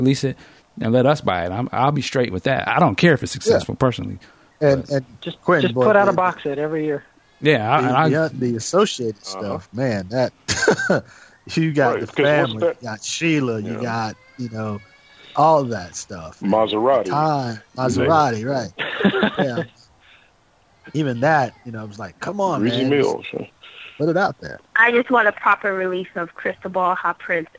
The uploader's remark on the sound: Listener Phone Calls. We open up the phone lines and get you the listeners to weigh.